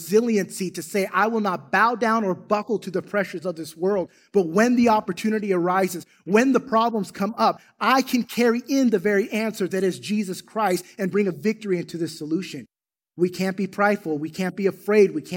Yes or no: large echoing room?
yes